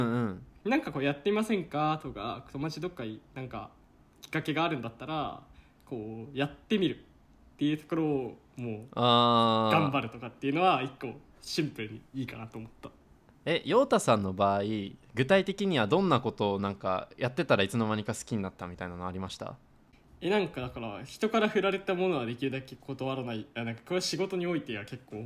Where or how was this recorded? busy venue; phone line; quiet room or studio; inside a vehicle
quiet room or studio